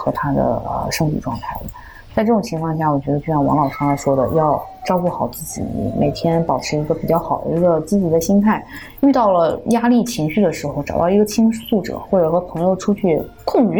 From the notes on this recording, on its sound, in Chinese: 由于嘉宾人在海外，本期节目连线录制，有部分杂音，给大家造成收听的不适还请谅解！